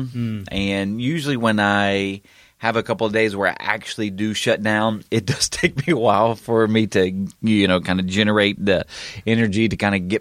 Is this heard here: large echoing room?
no